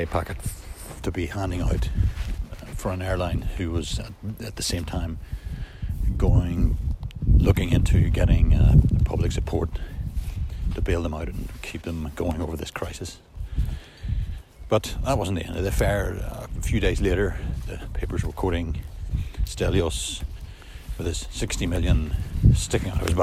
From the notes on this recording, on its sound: back in the rather blustery woods (apologies for the sound quality)